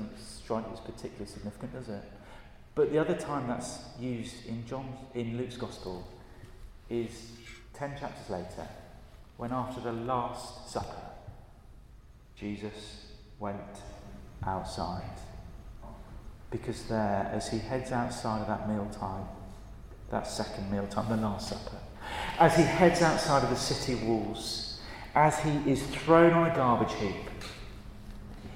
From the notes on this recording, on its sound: At a Christians in Parliament Chapel St Mary's Undercroft on 21st November 2023.